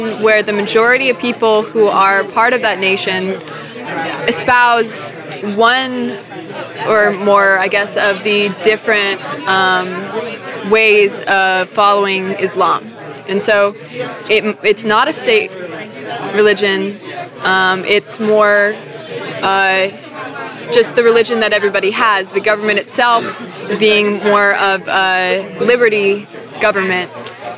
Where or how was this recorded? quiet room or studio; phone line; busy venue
busy venue